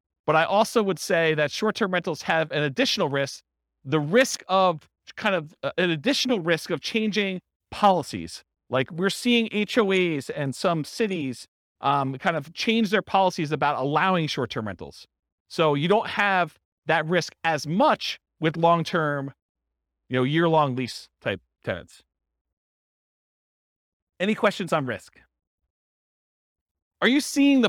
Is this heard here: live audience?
yes